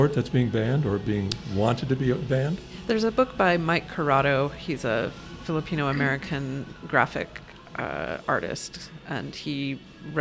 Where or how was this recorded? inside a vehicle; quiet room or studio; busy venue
busy venue